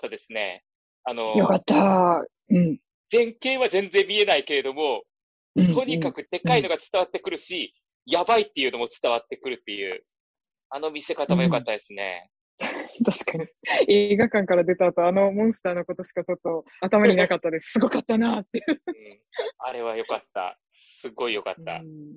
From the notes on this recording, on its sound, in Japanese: ZOOM収録